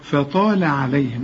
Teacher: الفاء مرققة دائما، الطاء بس هي المفخمة بالمد كمان بتاعها، إنما اللام اللي بعدها مرققة